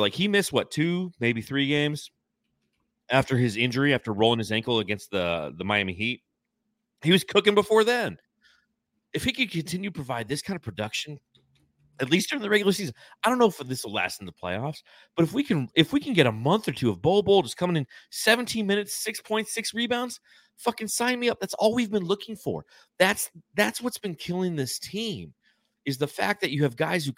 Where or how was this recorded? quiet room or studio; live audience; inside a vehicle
quiet room or studio